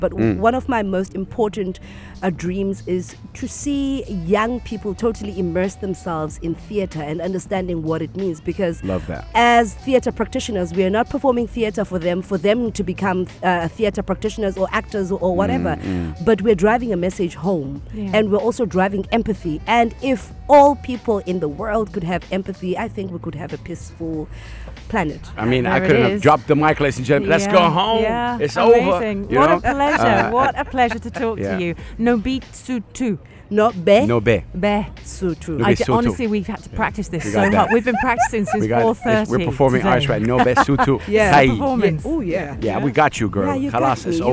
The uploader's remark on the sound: Are out and about at "Al Majaz Waterfront" broadcasting Yalla Home Live and having guests throughout their show.